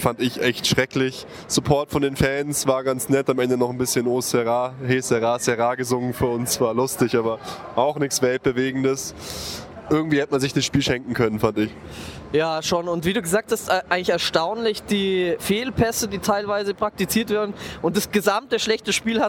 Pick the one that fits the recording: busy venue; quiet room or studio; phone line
busy venue